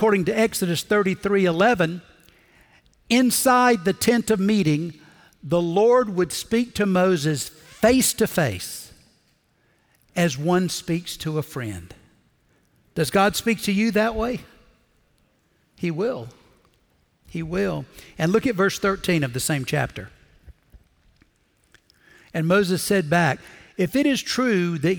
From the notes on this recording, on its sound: Recorded Live at Brookwood Church.